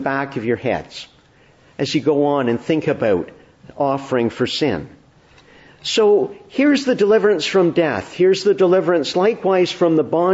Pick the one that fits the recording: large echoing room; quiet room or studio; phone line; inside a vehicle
large echoing room